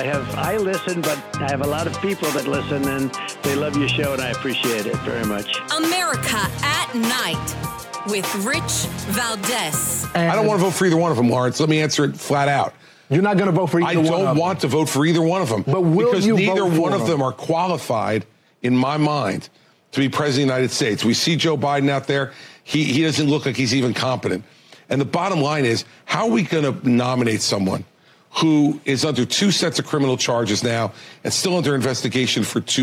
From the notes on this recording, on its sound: Takes your calls on Open Phones Across America.